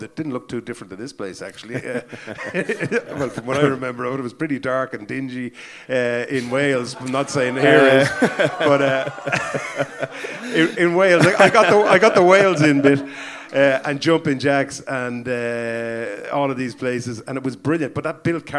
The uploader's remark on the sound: This show was recorded Live at the Whale Theatre, Greystones, Co. Wicklow.